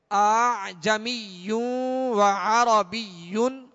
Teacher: دوسرے حمزہ میں نرمی ہوگی، اور نرمی کے ساتھ اس کو پڑھیں گے · Term: تسہیل